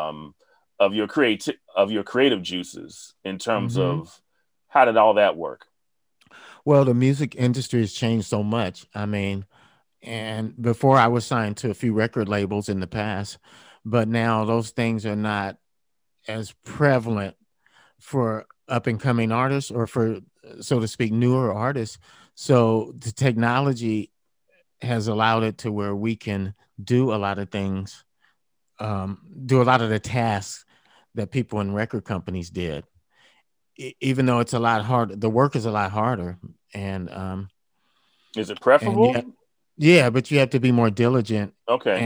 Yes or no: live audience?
no